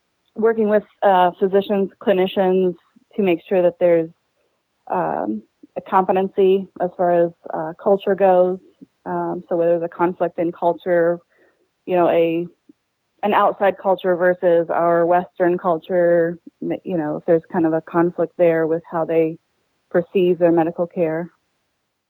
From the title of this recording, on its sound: Call In Show